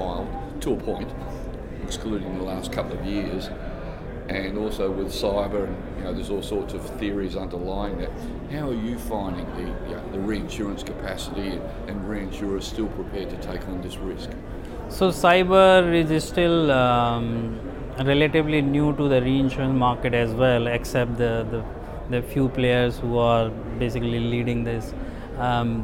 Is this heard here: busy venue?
yes